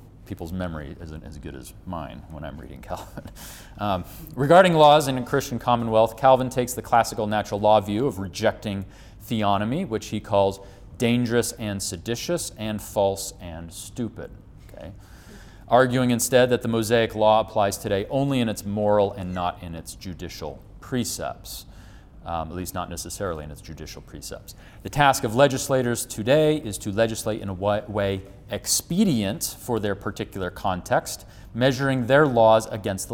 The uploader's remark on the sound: At the 2021 Winter Forum in Moscow, Idaho.